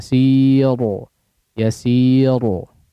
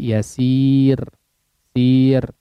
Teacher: Yasir ya, tipis, ro-nya dibaca tipis ya, memang secara bobot, secara penulisan dia omah ya, yasirun, tapi kondisi ketika dibaca adalah sukun ya. Ro sukun sebelumnya ya sukun ya, pasti dibaca tipis ya. · Shown in: second take · So, ya sukun ya, sebelumnya huruf sukun, sebelumnya kasroh juga.